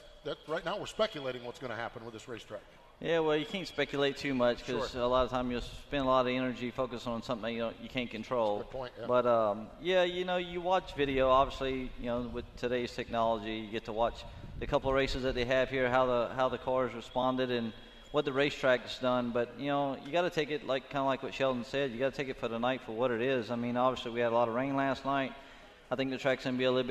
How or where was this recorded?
busy venue